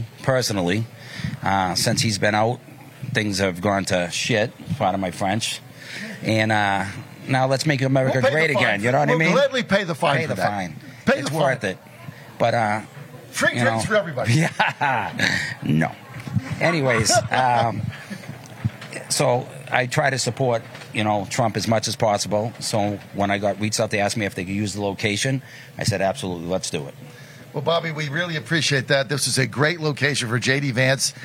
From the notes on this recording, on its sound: Live From The MAGA Bus Tour